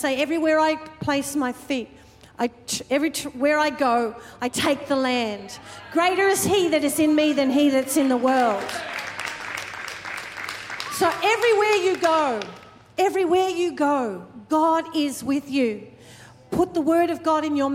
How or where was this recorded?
large echoing room